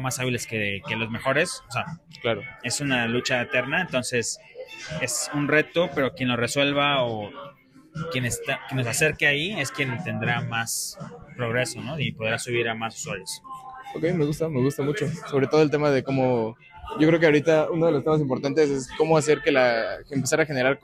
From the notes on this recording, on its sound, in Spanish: asistimos al evento de "Crypto Talks" de Espacio Cripto, y tuvimos la oportunidad de entrevistar a algunos panelistas e invitados al evento